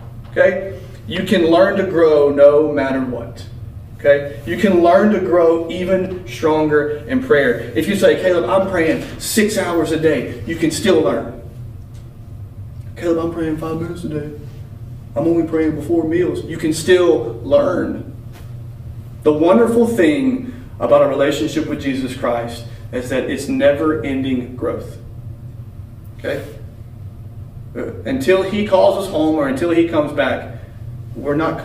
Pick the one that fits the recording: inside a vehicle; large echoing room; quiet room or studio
large echoing room